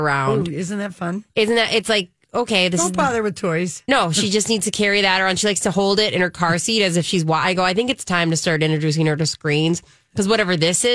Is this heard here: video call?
no